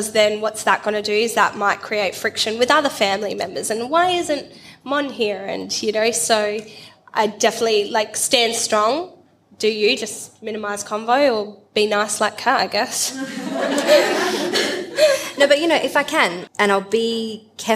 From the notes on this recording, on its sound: Sejuice Podcast hosted its first-ever LIVE event recording in Adelaide in front of an incredible audience last month. Then opened the floor to answer questions from listeners relating to a range of topics.